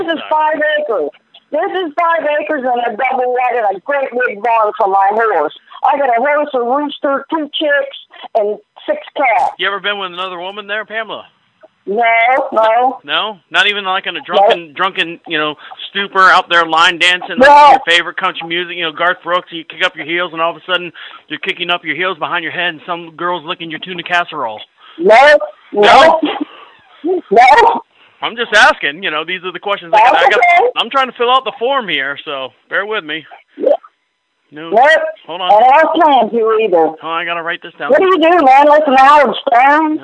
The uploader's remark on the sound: Where we take back the conversation from unsolicited phone calls... All comments, names, and information given to the callers are made up in real time as the call is recorded.